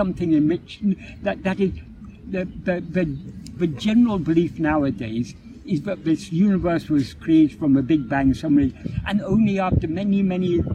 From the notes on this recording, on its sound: Filmed in Hyde Park, London. The impromptu discussion was recorded on an iPad without the use of external microphones, so this affected the audio quality.